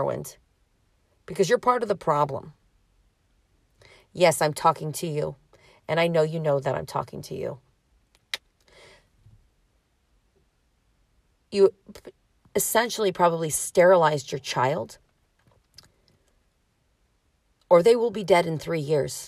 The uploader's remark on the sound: Me in my car